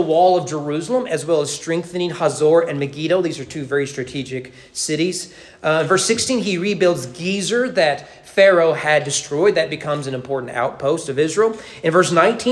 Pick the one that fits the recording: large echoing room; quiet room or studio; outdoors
large echoing room